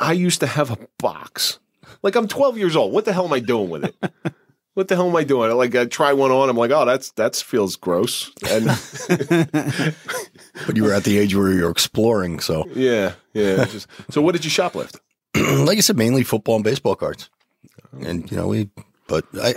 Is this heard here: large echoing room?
no